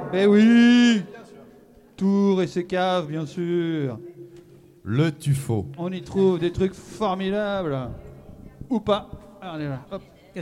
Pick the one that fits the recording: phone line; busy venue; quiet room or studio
busy venue